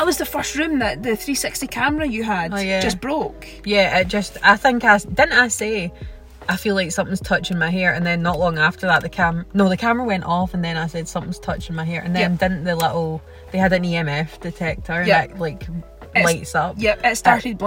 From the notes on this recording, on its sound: car straight after the event while sitting in Bonnybridge (UFO hotspot)